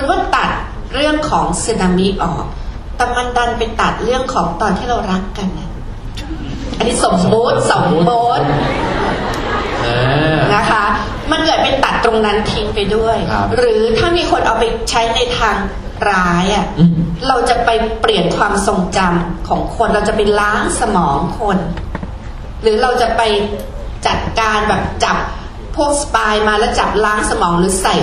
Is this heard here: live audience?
yes